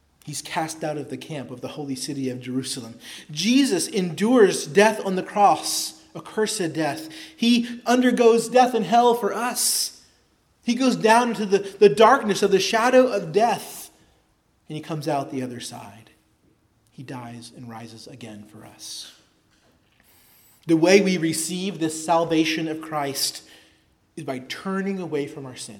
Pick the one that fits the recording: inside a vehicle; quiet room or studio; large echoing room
large echoing room